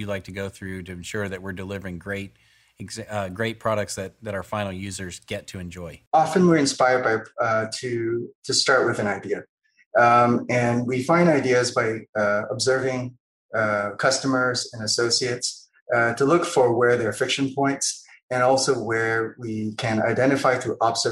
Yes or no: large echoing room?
no